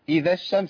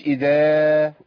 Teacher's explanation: الالف هنا محذوف الالتقاء الساكنين · Shown in: first take · صح. اذا الشمس على طول مش اذا كده، اثبتنا محذوف.